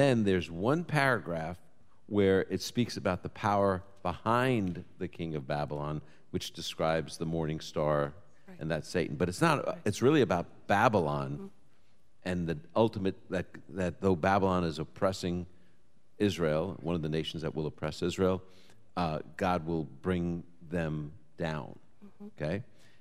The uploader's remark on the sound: Live from Boca Raton, FL. He'll take questions from a live audience.